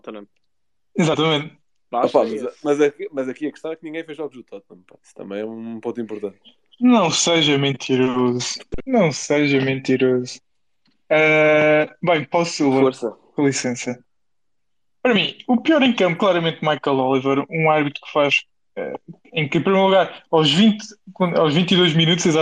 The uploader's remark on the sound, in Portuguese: Os Spaces 78 são conversas áudio no Twitter do projeto 78.